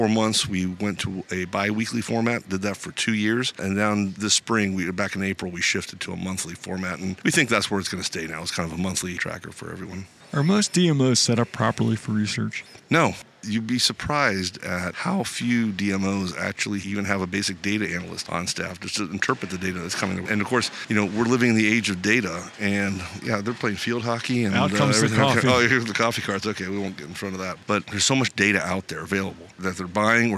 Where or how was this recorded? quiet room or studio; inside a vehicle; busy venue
busy venue